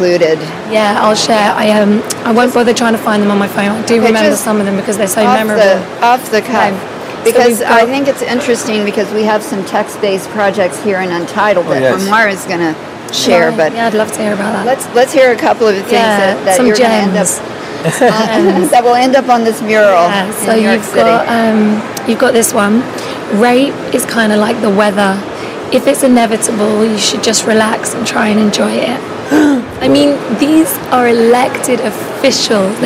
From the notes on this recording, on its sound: Live from Untitled Art Fair